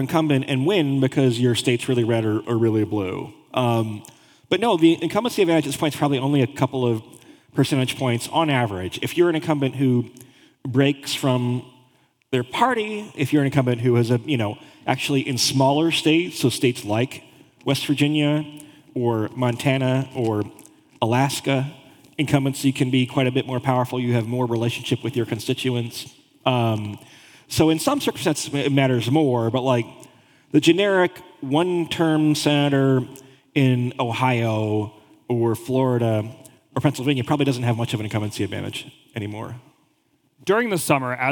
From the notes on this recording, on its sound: In this live taping of Model Talk in Washington, D.C.